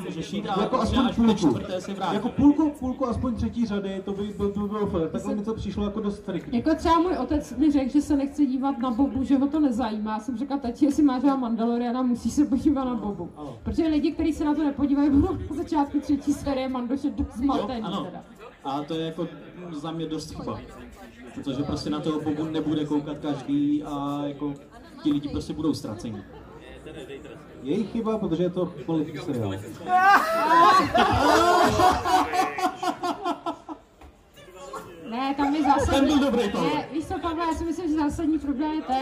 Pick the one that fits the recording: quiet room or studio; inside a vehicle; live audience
live audience